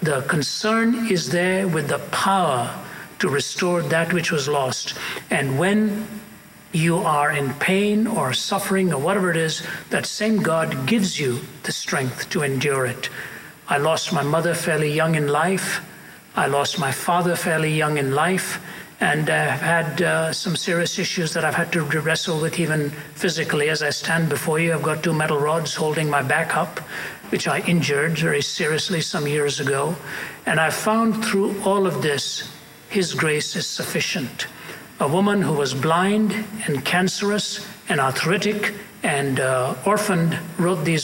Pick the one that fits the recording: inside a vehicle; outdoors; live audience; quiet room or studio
live audience